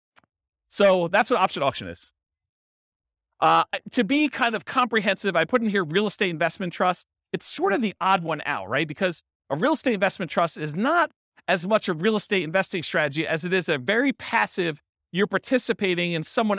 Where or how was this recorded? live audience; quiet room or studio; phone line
live audience